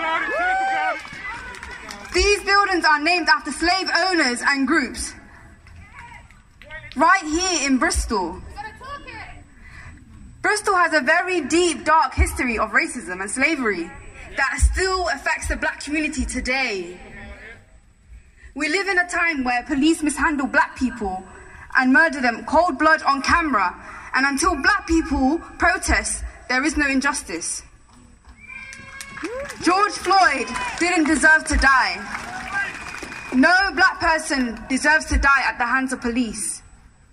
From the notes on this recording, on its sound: Black Lives Matter Protest Bristol June 2020 - Speeches. Decided to organise a small protest not expecting more than a few hundred people. I have managed to collage some of the amazing speeches.